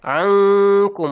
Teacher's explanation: So ankum, I hide the sound of noon.